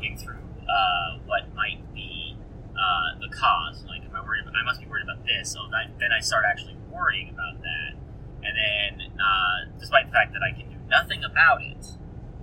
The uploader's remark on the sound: In an audiographically catastrophic episode, the boys answer a viewer question about rumination while driving back from their trip to Portland.